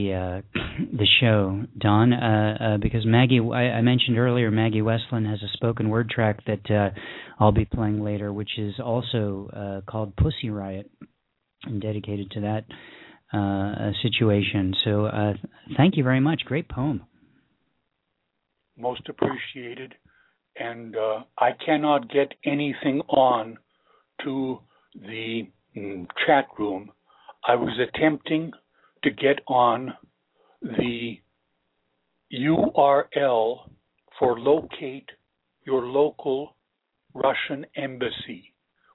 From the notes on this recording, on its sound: Featured callers from Philadelphia, PA, Sonoma, CA, Ashland Virginia, Laguna Niguel, CA, Binghamton, NY and the great Pacific Northwest.